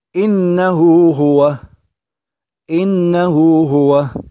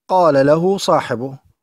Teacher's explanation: مد صلة صغرى، وتمد بمقدار حركتين كما هي الحال في المد الطبيعي